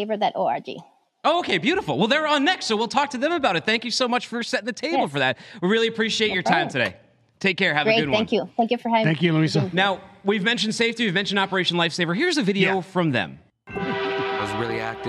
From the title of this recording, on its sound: LIVE from FreightWaves' Intermodal Summit